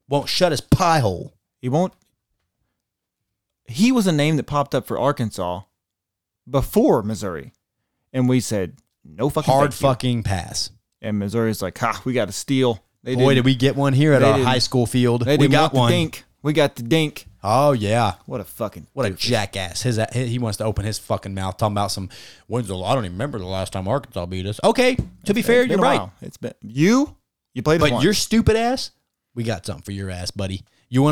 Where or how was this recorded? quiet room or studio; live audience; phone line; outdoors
quiet room or studio